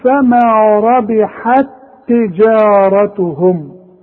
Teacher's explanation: التاء دي ادغمت في التاء دي، بقت تاء واحده، تاء واحده مشدده، هتقول فما ربحت تجارتهم.